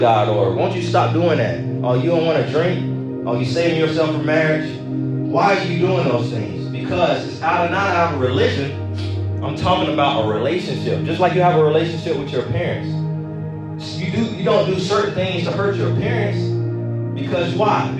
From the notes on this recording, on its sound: This is a recorded message. Preached at a youth service for a church in Hurst, Texas.